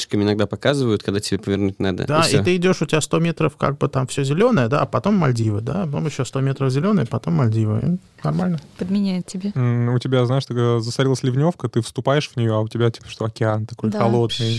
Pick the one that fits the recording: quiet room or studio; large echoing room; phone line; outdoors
quiet room or studio